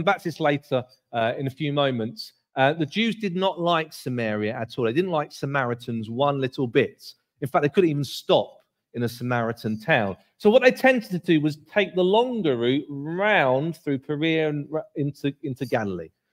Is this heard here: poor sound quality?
no